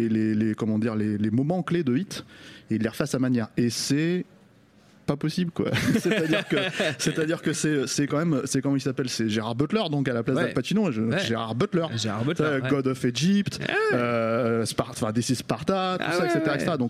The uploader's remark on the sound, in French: Enregistré le 14 février 2018 au Bar à Bulles (8bis Cité Véron, Paris 18ème)